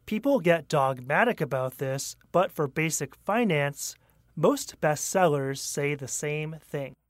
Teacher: but for basic finance should receive a bit more stress since it is separated by commas